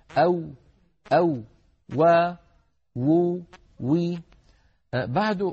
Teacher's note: حرف يخرج من الشفتين ويصاحب ذلك تذبذب للوترين الصوتيين في الحنجرة · Term: الواو